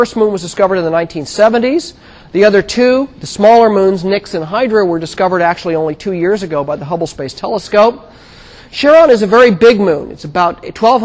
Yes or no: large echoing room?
yes